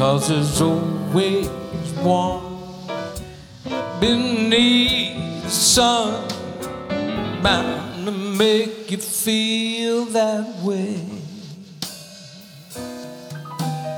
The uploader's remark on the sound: Live at the South Point Casino